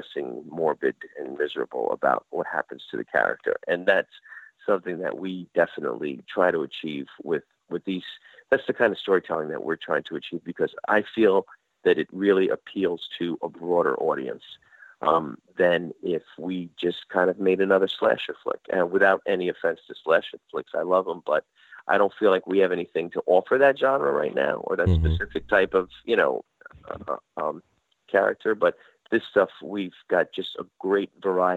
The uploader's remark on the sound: call